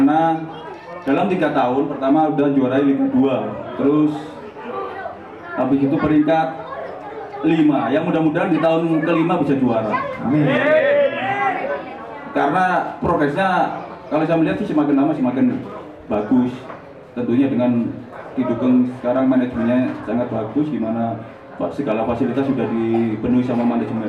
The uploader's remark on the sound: Live Talkshow at SJC